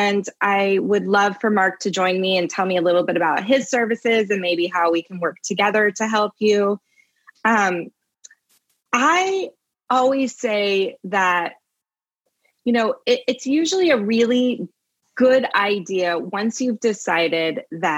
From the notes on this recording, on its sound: (Live Webinar Replay)